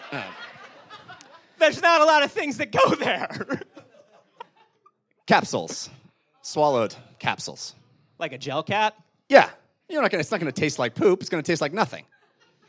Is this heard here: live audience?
yes